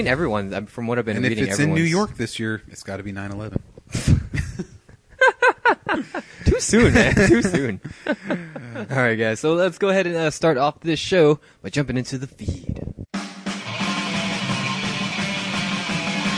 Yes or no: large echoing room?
no